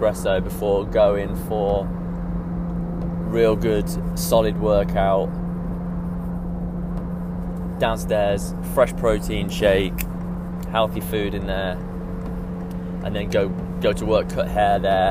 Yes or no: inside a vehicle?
yes